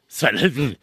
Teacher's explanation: Emphasis on the first syllable.